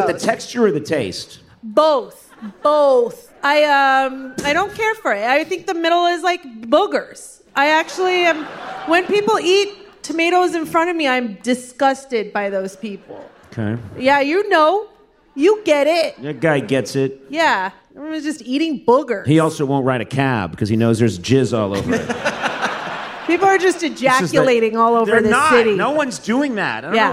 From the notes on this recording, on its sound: Live at the Brooklyn Academy of Music. Answer live audience questions.